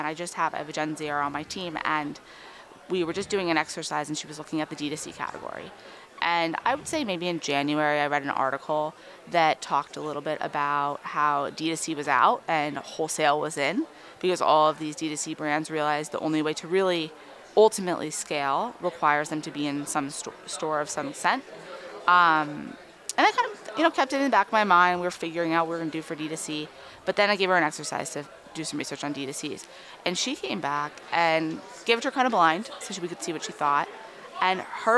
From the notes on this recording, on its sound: Recorded live at Advertising Week New York 2023.